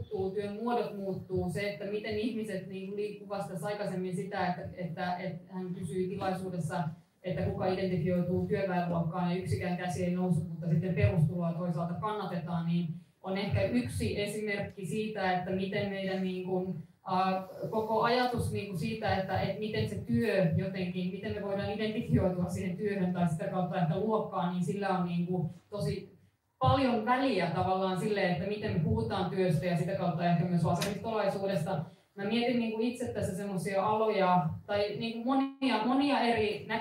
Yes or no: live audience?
yes